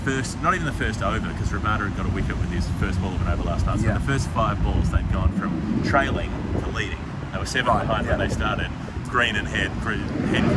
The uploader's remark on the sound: Forgive the wind sound, we're still working on the audio set-up for these.